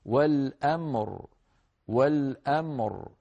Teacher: نبين الميم من غير قلقلة، نبين الراء ساكنة مفخمة ليس فيها لا نقص ولا زيادة